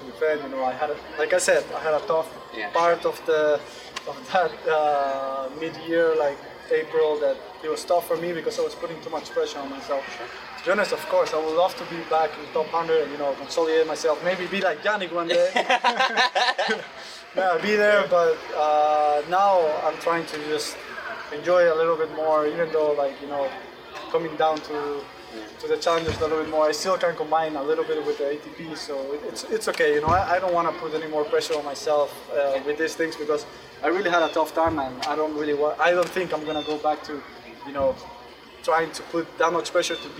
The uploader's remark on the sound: live from the Cranbrook Tennis Classic